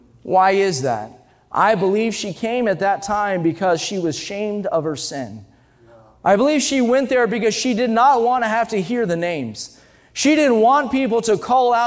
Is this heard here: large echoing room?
yes